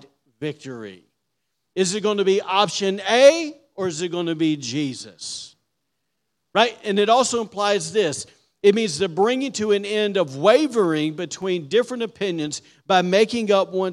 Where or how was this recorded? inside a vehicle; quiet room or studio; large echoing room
large echoing room